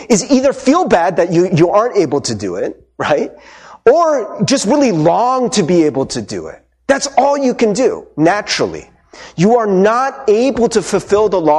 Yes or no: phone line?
no